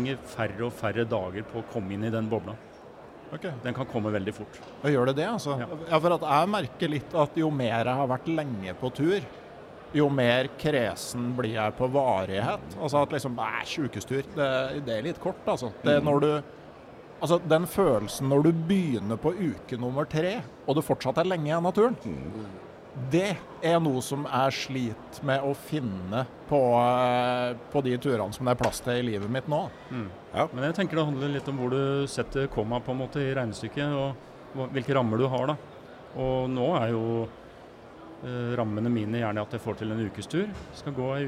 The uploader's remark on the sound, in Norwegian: Live fra Camp Villmark. Dagens episode ble tatt opp under Camp Villmark på Lillestrøm rett før påske. I en maratonpodkast som til slutt varte nesten fire og en halv time.